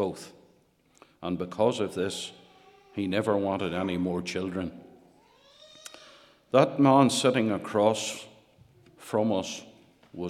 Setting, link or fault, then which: setting, large echoing room